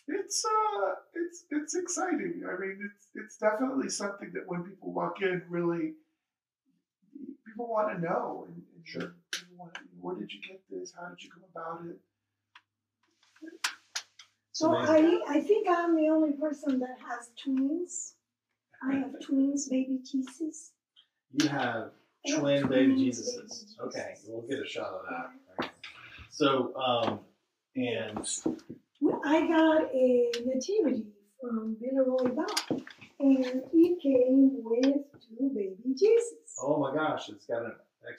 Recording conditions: poor sound quality